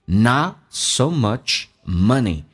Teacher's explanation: not 的 t 去掉，但气流要阻塞，前面是一个元音， not so muchmoney。